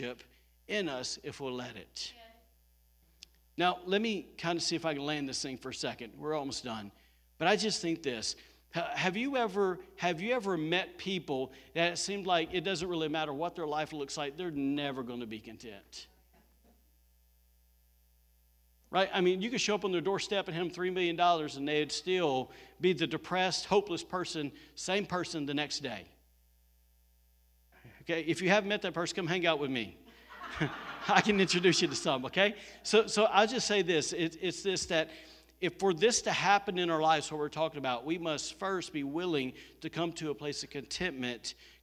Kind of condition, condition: setting, live audience